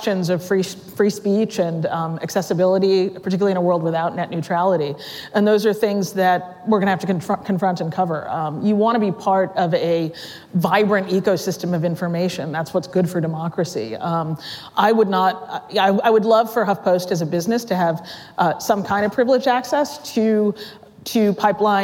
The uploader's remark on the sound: Live at Code Media 2018